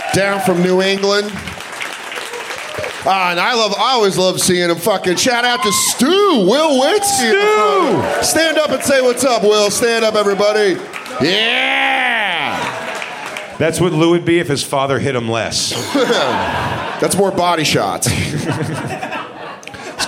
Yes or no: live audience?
yes